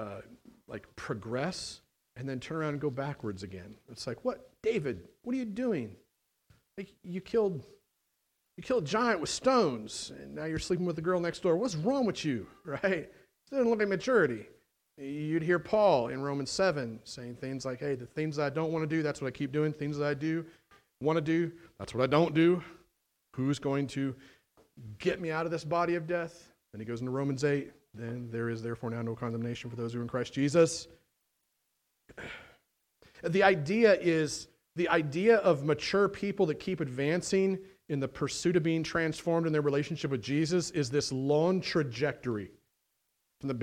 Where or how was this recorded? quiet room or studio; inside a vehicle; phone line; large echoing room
large echoing room